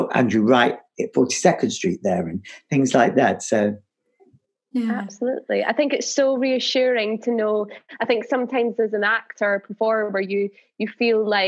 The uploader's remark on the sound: This episode was recorded over Zoom